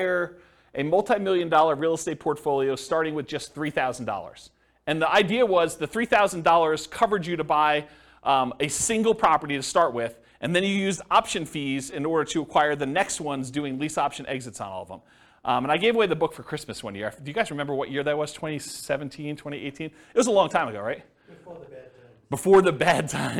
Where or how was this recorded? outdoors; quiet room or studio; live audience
live audience